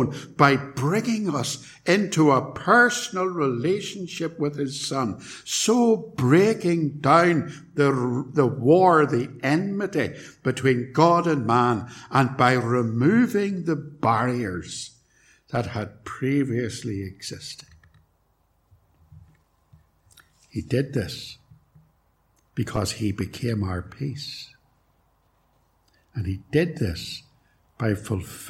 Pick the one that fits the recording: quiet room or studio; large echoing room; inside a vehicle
large echoing room